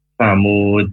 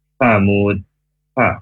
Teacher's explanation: Kalau sa, itu berarti ujung lidah ke ujung gigi atas, memakai desisan yang halus · Shown in: second take · Jangan sampai ada S-nya. · Term: huruf sa